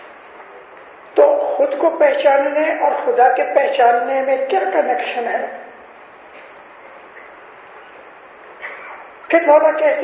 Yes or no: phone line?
no